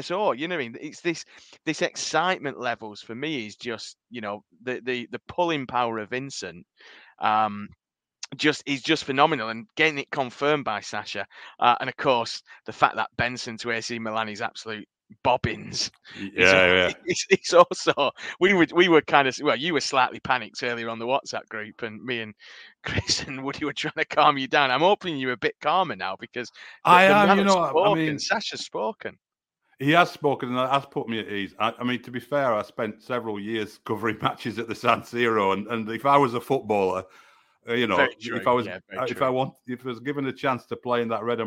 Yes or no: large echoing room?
no